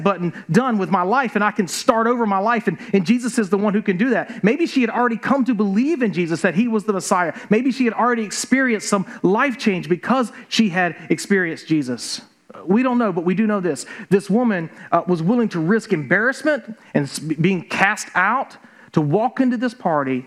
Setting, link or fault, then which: setting, large echoing room